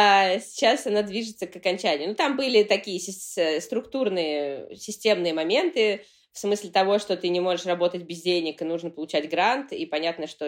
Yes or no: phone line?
no